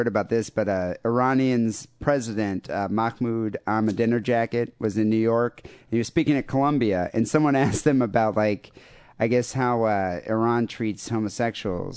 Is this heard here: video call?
no